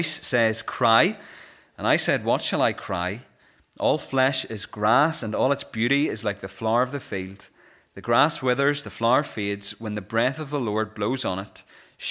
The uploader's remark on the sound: This is the recording of the Bible reading and sermon from our morning service on Sunday 3rd December 2023.